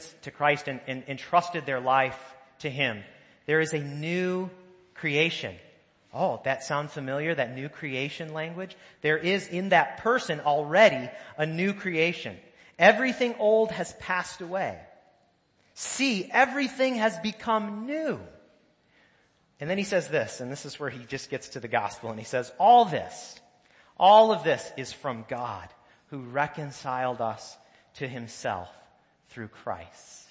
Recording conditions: large echoing room